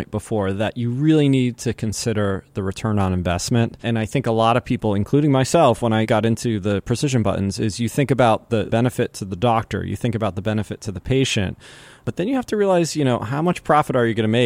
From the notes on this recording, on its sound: In Fort Yargo State Park, GA.